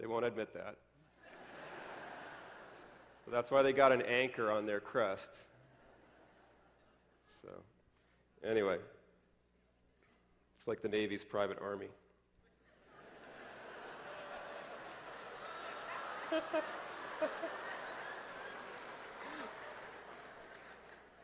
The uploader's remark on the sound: delivers his testimony at the 2009 Defending the Faith Summer Conference